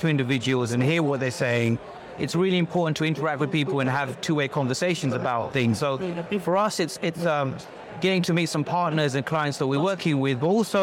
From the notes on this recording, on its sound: live from FinTech Connect 2022